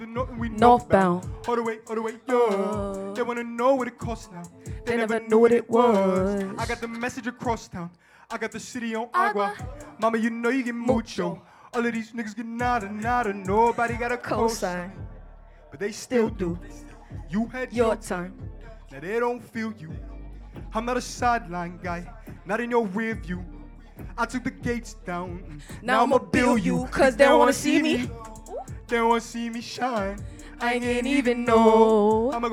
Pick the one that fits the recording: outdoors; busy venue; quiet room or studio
busy venue